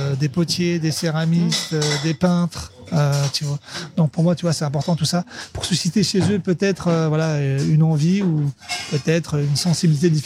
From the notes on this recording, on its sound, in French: Enregistré dans son restaurant marseillais juste avant le service du soir.